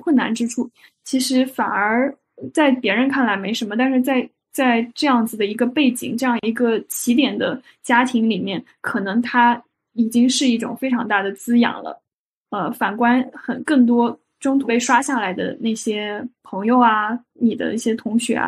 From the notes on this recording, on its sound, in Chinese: 今天这一期录制仍然是在线上。虽然上海解封了，但是我们忘记现在是可以出门的了。